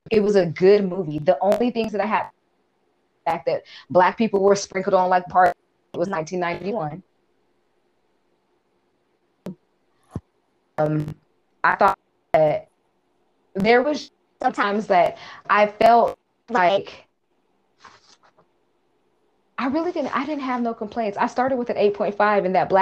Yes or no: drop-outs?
yes